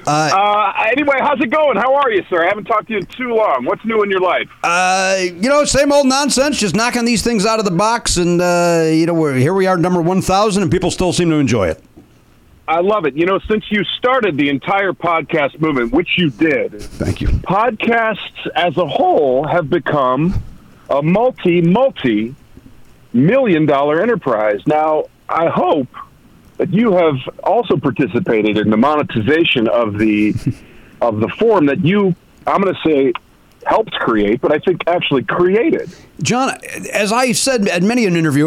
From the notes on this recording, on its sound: take phone calls from past guests